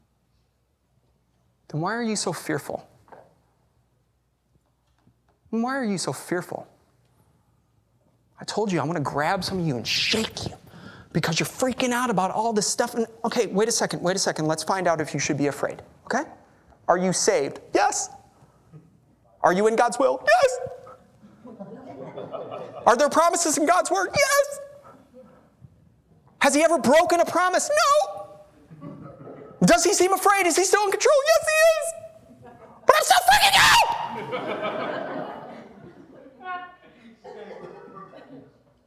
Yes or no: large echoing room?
yes